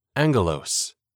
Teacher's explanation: The double G or gamma pronounced here as a hard NG sound, as in angel.